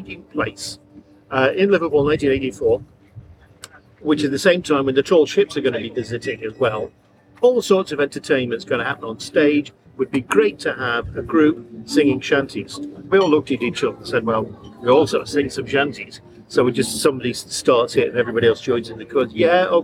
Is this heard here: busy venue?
yes